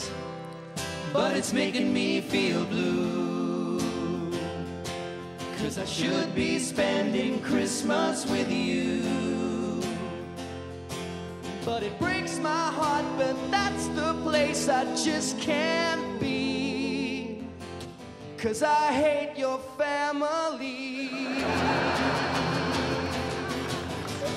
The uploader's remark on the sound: 2000 Melbourne International Comedy Festival Gala